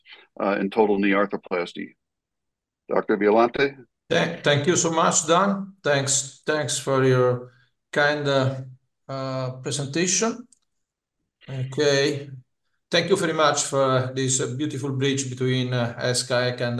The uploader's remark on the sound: This is the AUDIO REPLAY of the recent ISAKOS/ESSKA Webinar.